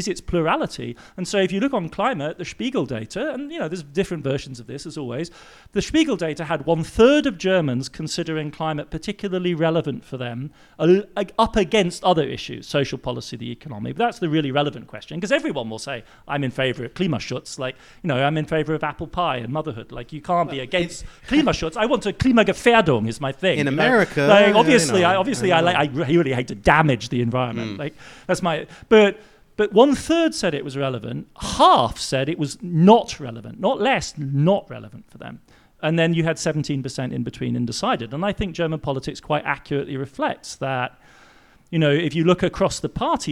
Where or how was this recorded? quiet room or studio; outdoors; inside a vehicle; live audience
live audience